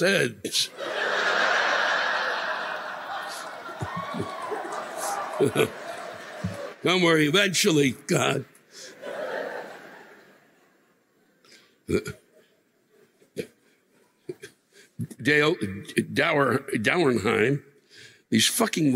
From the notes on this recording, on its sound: The live rants this week come from the Wind Creek Event Center in Bethlehem PA (Mar 7, 2020)